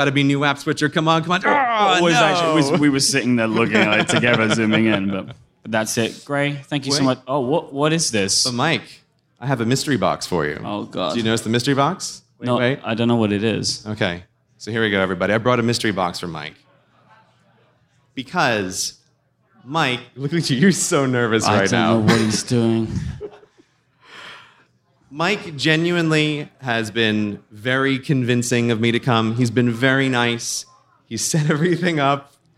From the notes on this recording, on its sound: The Relay FM family comes together in San Francisco to discuss the WWDC announcements in front of a live audience.